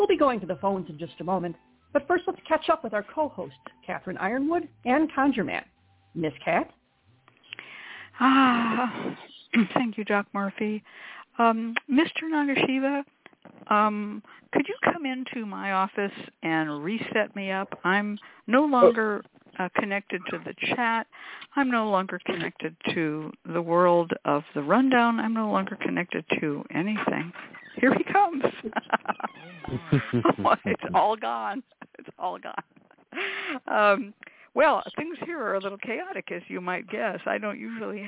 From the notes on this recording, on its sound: Is a real, live call-in show.